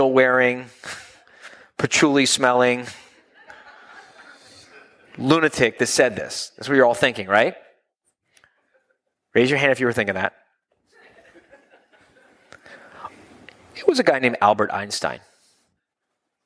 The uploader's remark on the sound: during his January 2016 live quarterly meeting in Malibu